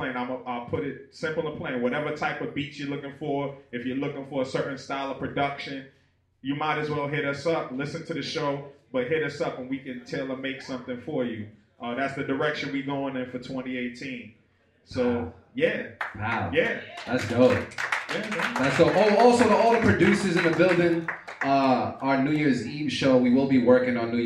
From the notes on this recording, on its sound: The Beat Club Podcast LIVE stopped by Maggy's Lounge in Quincy, MA, to put on our monthly live show for producers. New faces & new beats were in the building during our open producer showcase.